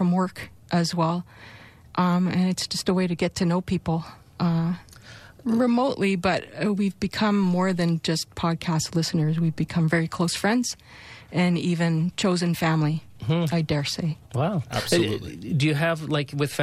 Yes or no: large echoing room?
no